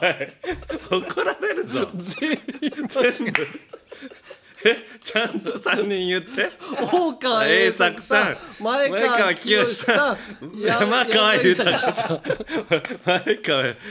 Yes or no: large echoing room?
no